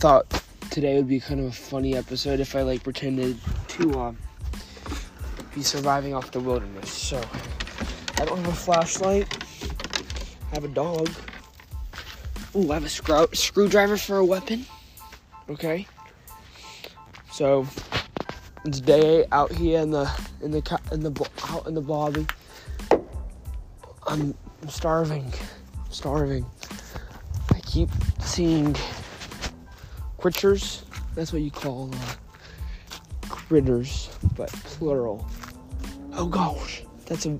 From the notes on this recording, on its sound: Talking while locked outside